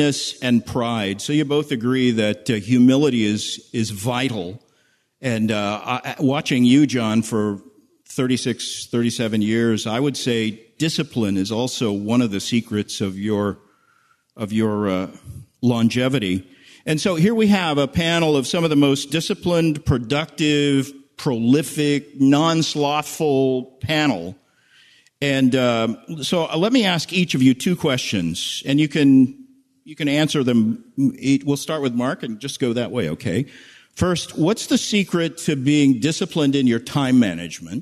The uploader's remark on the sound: Panel Q&A